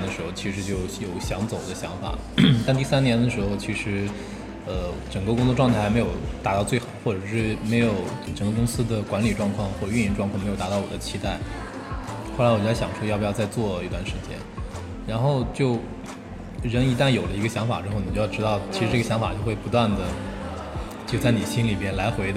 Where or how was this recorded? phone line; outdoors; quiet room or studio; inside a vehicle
outdoors